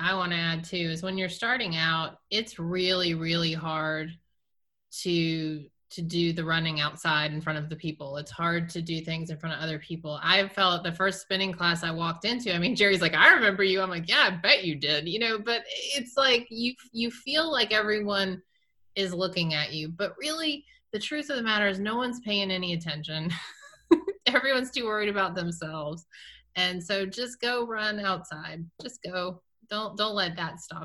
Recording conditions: video call